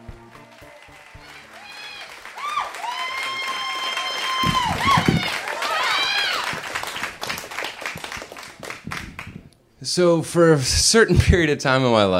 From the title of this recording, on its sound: Live From Portland 2!